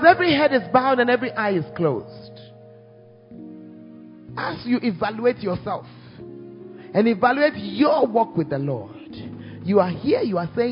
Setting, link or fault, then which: setting, large echoing room